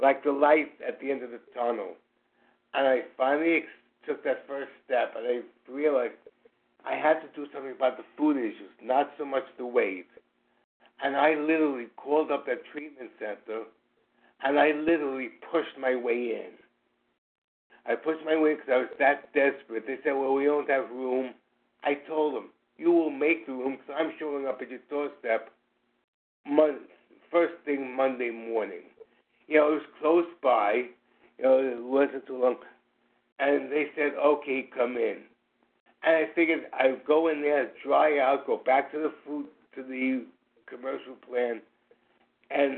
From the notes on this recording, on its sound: Qualification from the 100 Pounders Phone Meeting.